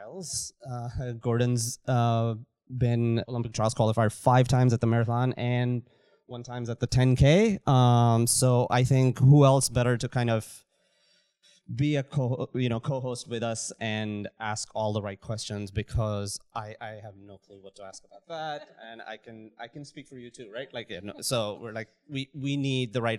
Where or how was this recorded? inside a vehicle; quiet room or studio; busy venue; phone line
busy venue